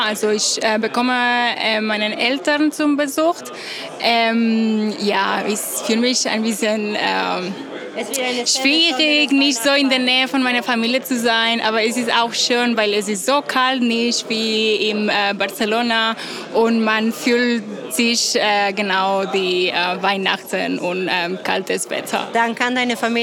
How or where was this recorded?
busy venue